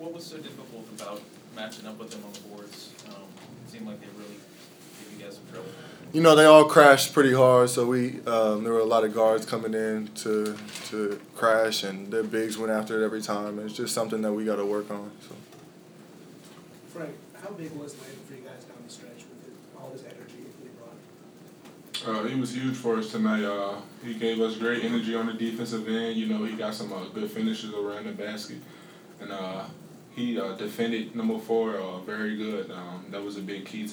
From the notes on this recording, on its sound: Press Conferences & Post-Game Interviews. Speak with media members about the Jayhawks' tight 75-69 victory over Harvard, Saturday at Allen Fieldhouse.